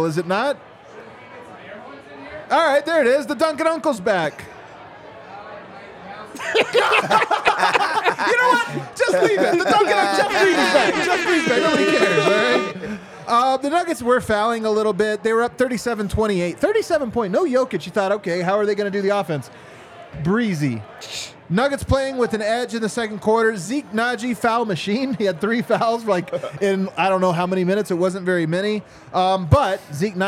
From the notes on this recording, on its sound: live from the Winner's Lounge at the DNVR bar